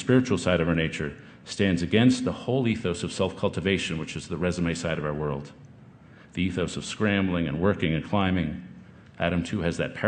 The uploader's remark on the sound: This talk, recorded last summer at the Aspen Ideas Festival